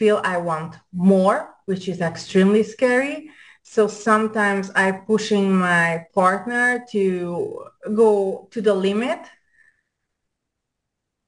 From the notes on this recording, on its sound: Zoom Show